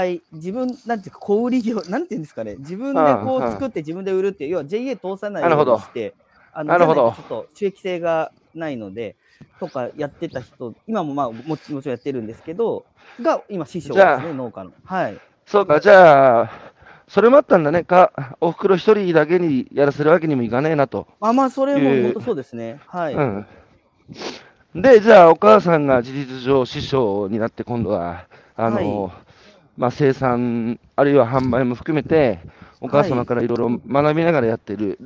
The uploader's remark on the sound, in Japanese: 歩きながら1時間、対談する。